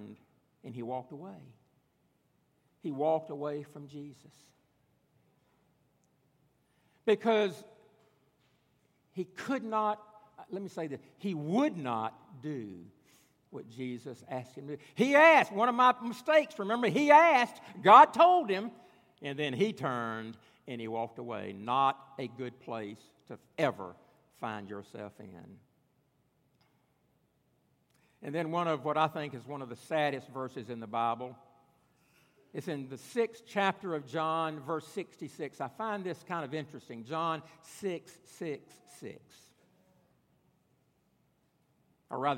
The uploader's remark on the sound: at Redeemer Presbyterian Church in Charleston, SC